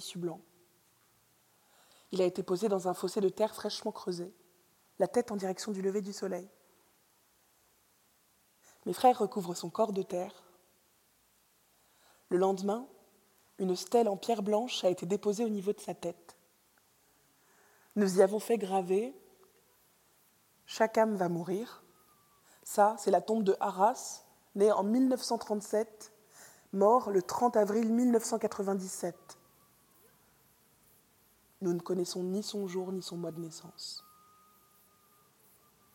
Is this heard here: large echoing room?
yes